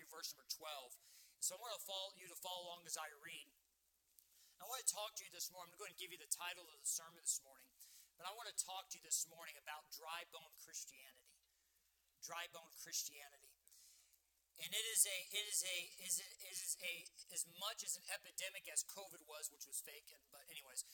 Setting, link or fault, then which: setting, large echoing room